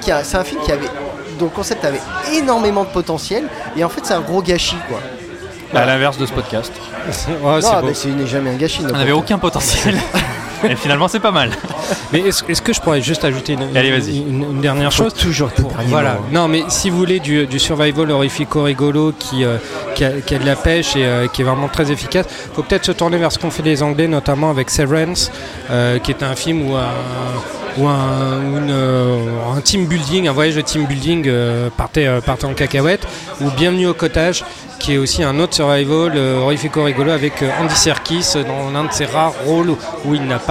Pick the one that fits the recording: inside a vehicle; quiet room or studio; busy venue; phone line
busy venue